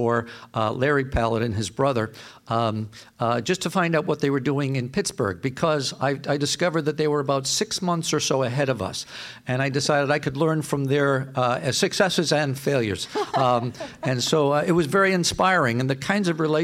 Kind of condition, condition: setting, live audience